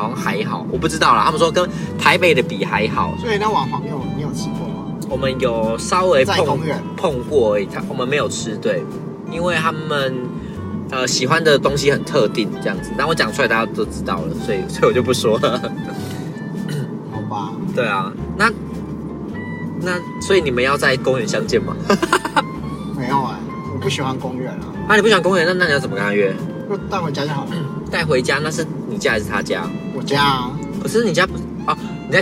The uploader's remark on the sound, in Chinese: 錄音開車。開車錄音。